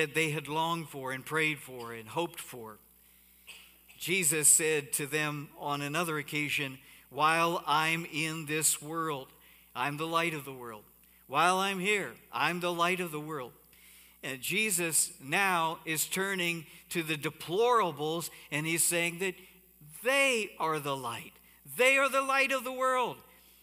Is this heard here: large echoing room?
yes